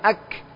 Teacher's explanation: Suara syiddah. Apa syiddah? Tertahan, tidak mengalir.